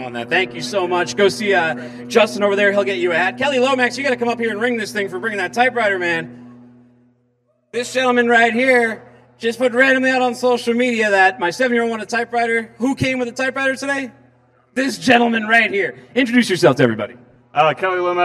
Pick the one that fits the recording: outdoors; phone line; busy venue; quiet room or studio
busy venue